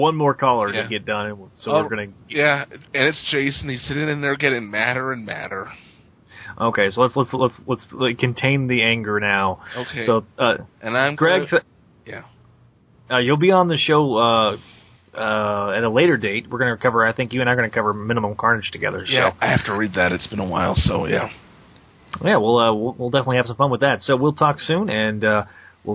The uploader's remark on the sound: Live Callers